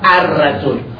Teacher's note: لام رو در را ادغام میکنید، اما در خوندن ادغام واضح میشه · Term: ادغام های لفظی